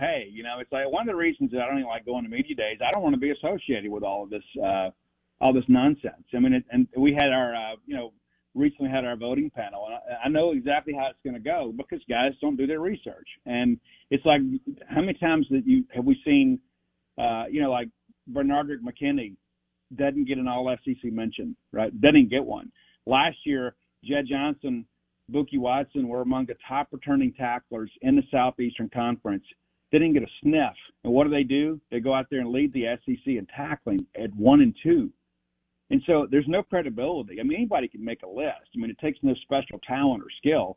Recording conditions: phone line